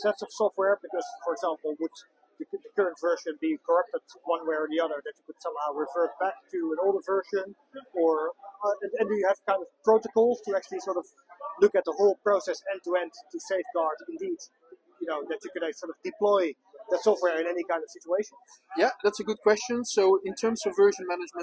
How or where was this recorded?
busy venue